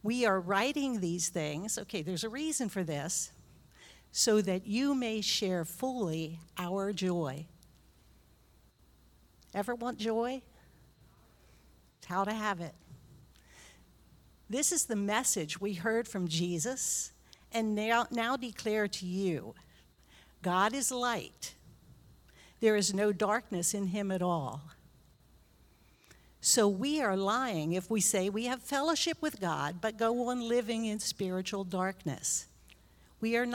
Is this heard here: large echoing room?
yes